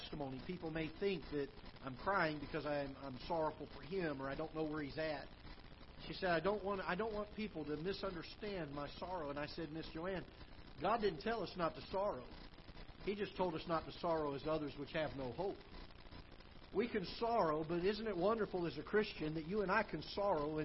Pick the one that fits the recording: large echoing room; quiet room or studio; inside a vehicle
large echoing room